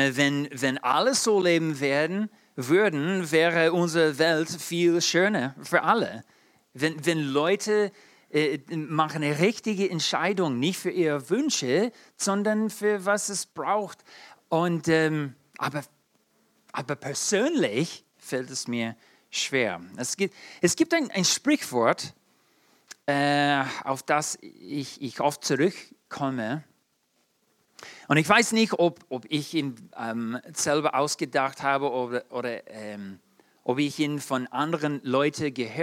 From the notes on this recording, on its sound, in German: in der Gemeinde Kaleo Schopfheim aufgenommen